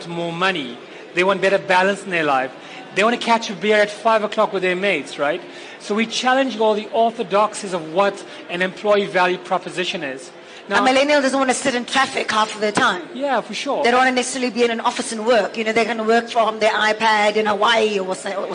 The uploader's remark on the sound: With a panel of thought leaders and experts at LeaderEx 2016. LIVE, interactive masterclass at Sandton Convention Centre, during which our audience were also able to ask the questions we all ask.